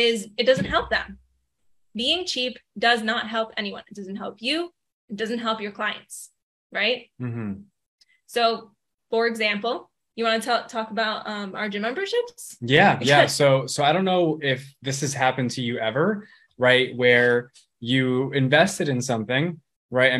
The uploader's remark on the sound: This episode is a live recording of a training in our FREE Facebook group